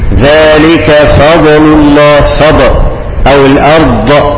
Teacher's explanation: لو رفعت الحافة عن الأضراس بتعمل ضاد مقلقلة